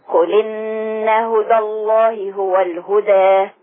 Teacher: في هدى الله الألف حذفت لالتقاء الساكنين يبقى ما بقاش في فتح ولا تقليل في الوصل